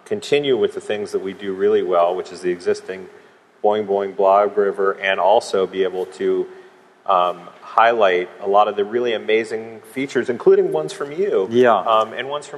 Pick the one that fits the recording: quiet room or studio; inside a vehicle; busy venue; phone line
busy venue